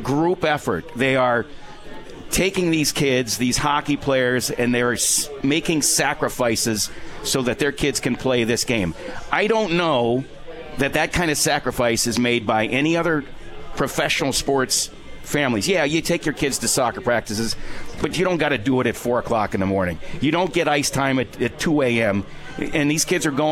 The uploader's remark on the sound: Live from Swifty’s for Comets Insider.